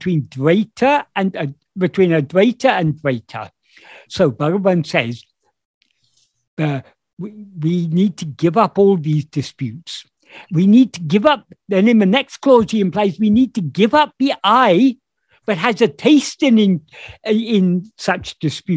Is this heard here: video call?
yes